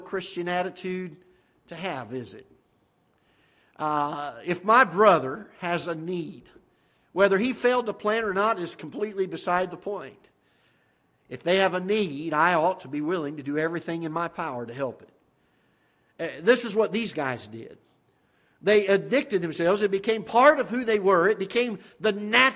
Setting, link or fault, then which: setting, large echoing room